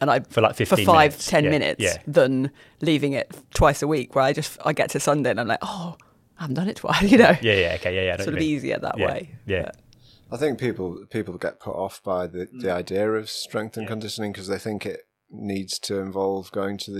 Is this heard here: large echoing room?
no